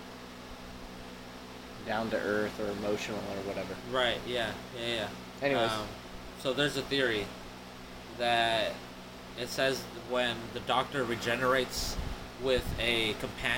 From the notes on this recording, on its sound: The only things louder than the coughs...are the wind noises and the train.